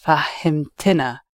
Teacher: because of the helping vowel that's crept in between fahimt and na, you've ended up with fahimtina